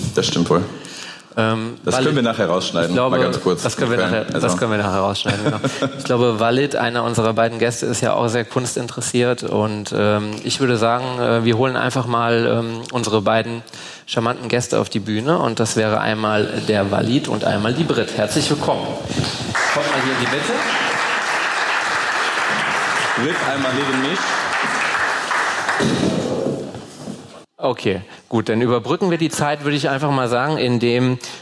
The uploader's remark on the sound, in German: Wurde auf der "Langen Nacht der Politik" am 8.11.2019 live aufgezeichnet. In den Fürst&Friedrich Designoffices in Düsseldorf-Friedrichstadt.